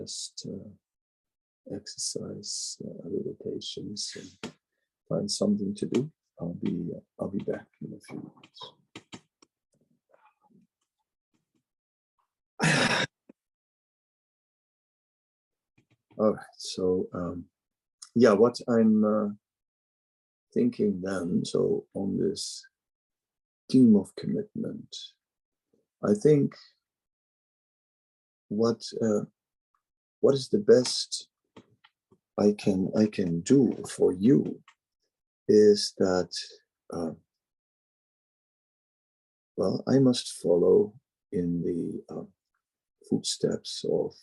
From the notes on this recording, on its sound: Zoom Meeting